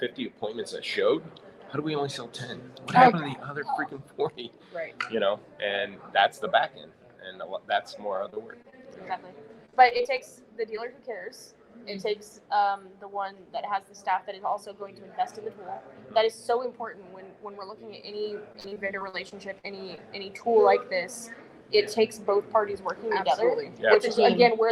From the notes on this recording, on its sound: Broadcasting live from Used Car Week 2023 in Scottsdale, Arizona. Special live episode from Used Car Week 2023.